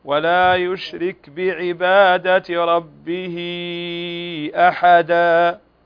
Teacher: الكاف جمعت بين الصفتين الهمس وكذلك فيها صفة الشدة في انحباس للصوت وجريان للنفس